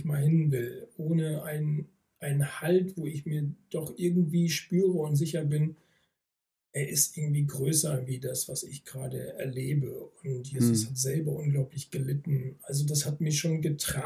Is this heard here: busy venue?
no